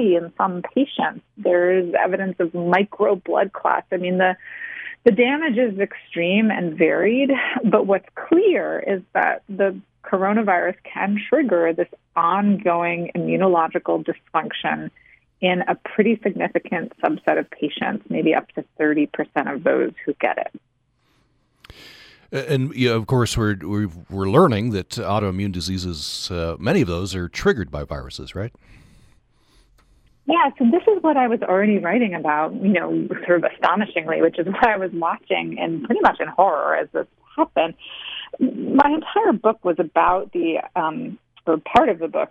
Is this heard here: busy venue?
no